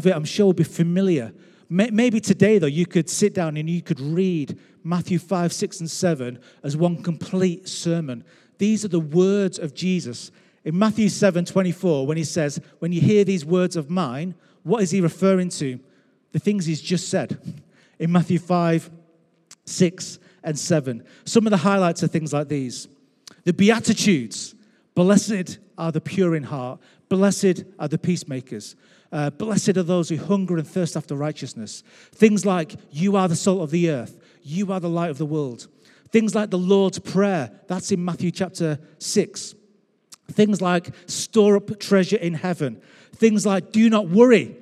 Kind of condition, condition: setting, large echoing room